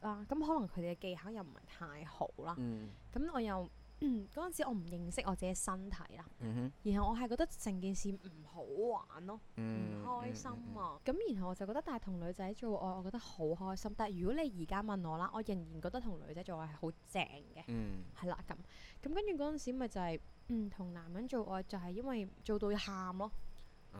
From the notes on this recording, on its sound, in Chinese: 本集因收音故障，雜音較多，敬請見諒。